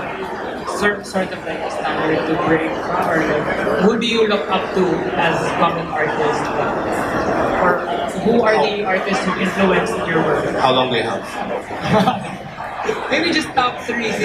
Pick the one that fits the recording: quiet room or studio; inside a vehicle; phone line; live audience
live audience